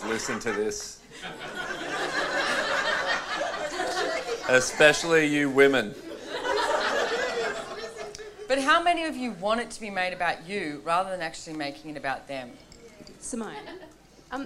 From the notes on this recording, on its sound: This audio was taken from a Relationships Done Different - The Beginning class in Noosa, Australia in December 2018.